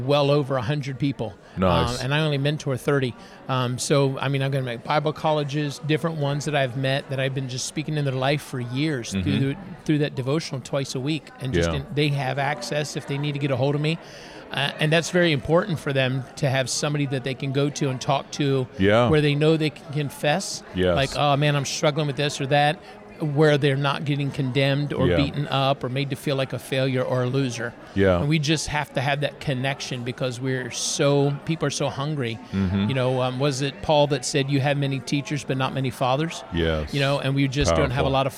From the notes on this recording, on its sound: Incredible Christian Book Fair Author Interviews. Blessed some amazing Authors with the opportunity to set up tables and sell their books. I decided to bring some recording gear and interview all of the Authors.